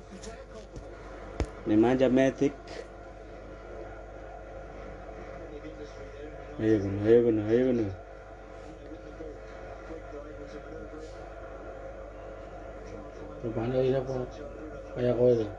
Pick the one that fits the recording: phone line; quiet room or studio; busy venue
busy venue